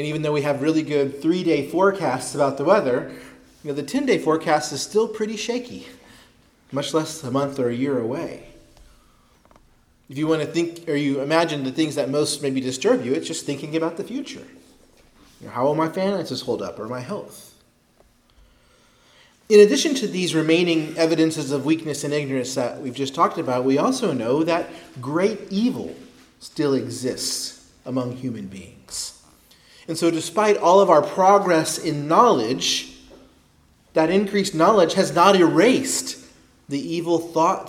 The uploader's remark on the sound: preached at Christ Our Savior Baptist Church